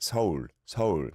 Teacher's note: And so it's not one syllable like in English, it is 서울. But when you say it together, it does almost sound like one syllable, even by Korean speakers